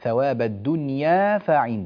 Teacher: حذفت الألف اللي بعد الياء، الدنيا حركتان